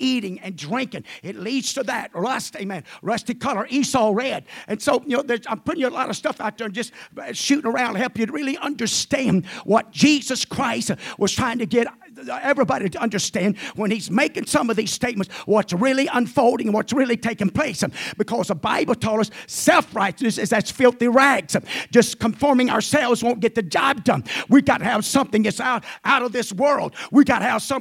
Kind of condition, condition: setting, large echoing room